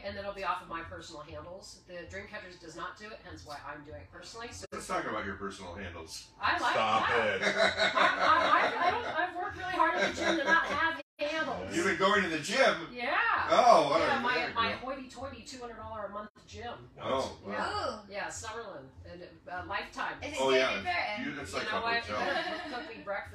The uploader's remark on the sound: Live at the Peppermint Hippo!